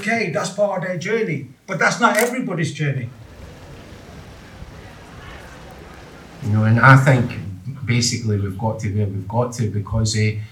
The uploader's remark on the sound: Recorded at the Project 6 Ideas Conference 2023. Listen to a snapshot of the day including conversations, views and ideas shared across the conference.